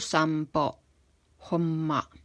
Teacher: kun tämä n on ennen p-tä, b-tä tai m-ää, niin se lausutaan m-nä, eli huulet yhdessä lausutaan, niin kuin sampo, homma.